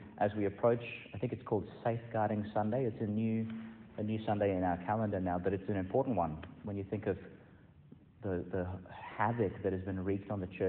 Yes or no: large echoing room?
yes